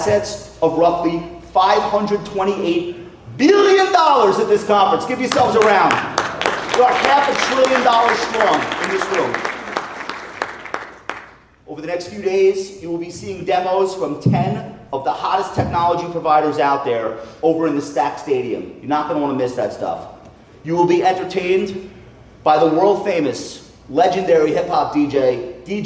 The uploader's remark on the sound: remarks to the advisor community live from Wealth/Stack